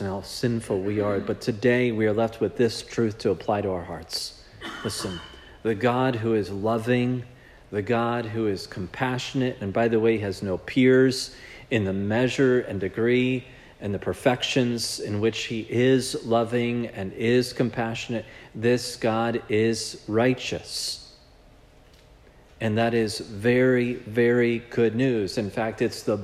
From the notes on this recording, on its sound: This sermon was preached at Providence Church on January 14, 2024.